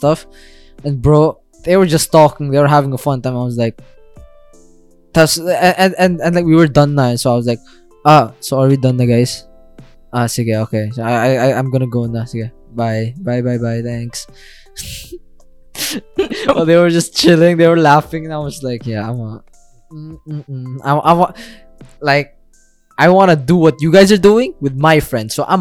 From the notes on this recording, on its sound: Season 1 is a poorly recorded audio journal all about their journey through quarantine.